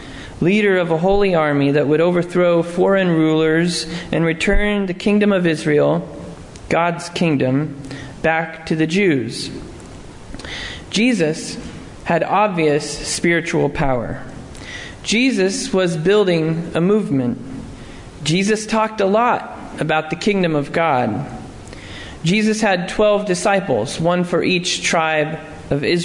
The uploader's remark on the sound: Sermon preached at Lovely Lane UMC